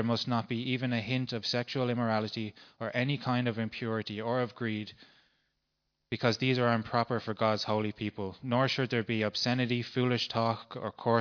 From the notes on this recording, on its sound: Recorded live at Liberty Church on 10th November 2019